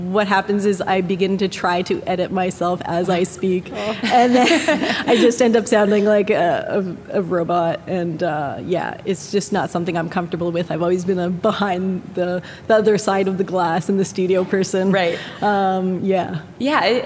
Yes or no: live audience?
yes